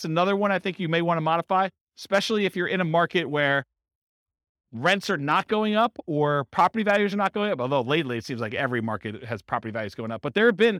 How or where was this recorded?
live audience